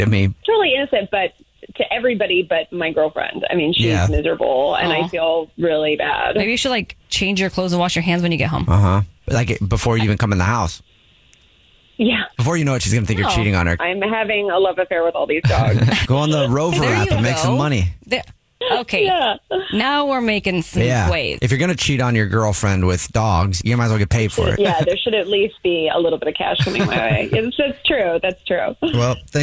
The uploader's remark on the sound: The woman on the phone.